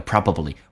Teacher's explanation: 那么通常第二个 B 是不发音